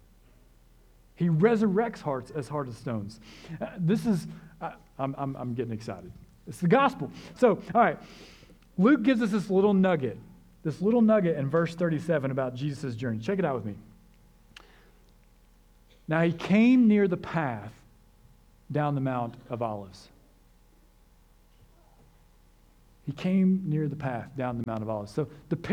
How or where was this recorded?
large echoing room